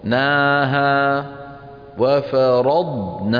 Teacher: الضاد الساكنة أن لا يهتز آخرها